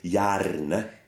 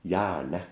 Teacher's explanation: So the R is actually kind of swallowed into the N · Shown in: second take · IPA: ɳ